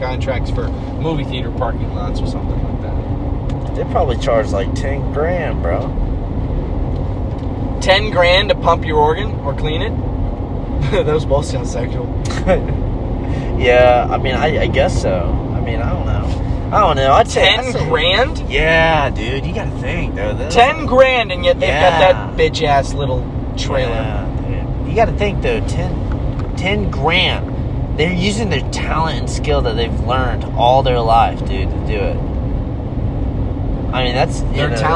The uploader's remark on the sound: Oh no we be driving in this one while talking about funny things too?